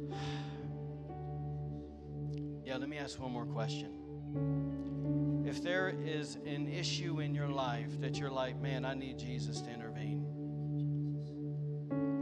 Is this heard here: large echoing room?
yes